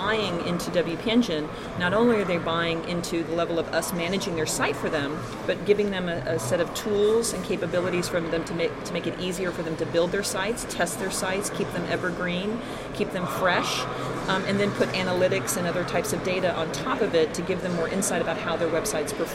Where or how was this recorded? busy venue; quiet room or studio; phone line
busy venue